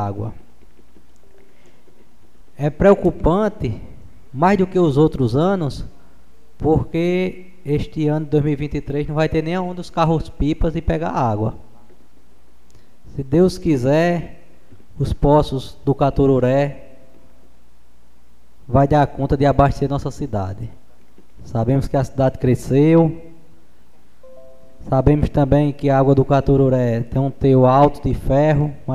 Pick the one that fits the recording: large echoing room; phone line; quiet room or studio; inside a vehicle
large echoing room